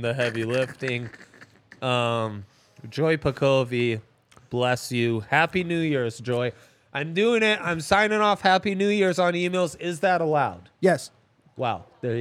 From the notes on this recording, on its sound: LIVE from the DNVR bar.